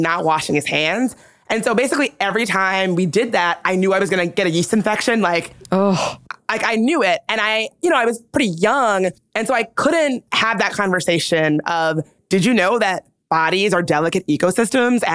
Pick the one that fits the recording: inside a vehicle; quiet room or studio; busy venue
quiet room or studio